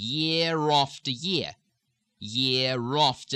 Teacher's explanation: the R comes back in because of the after